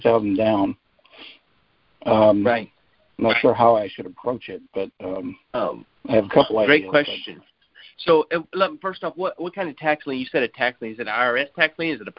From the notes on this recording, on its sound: Gold Club Q&A Call.